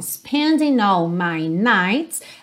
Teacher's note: Aqui você pode juntar o N do spending com all.